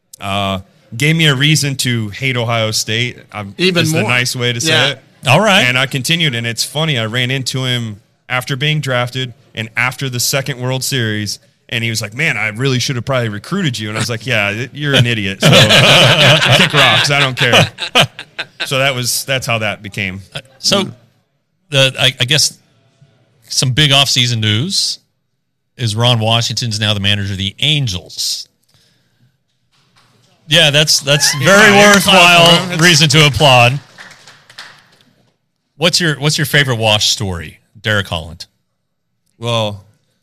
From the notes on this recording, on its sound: This is the audio of the first ever Rangers Today Road Show at Hop and Sting Brewery.